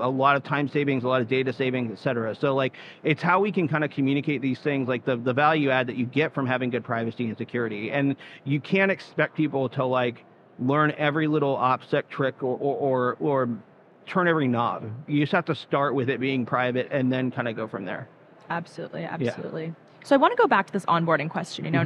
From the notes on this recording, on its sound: Live from Consensus 2023